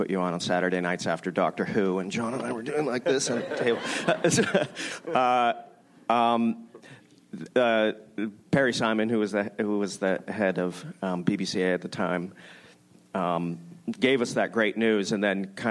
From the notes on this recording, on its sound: ORPHAN BLACK panel from ATX Television Festival. Recorded June 6, 2015 at ATX Television Festival.